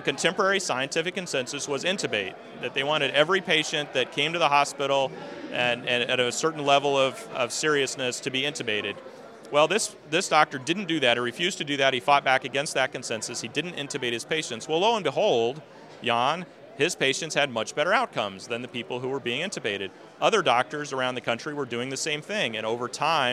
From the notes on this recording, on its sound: At the Conservative Political Action Conference.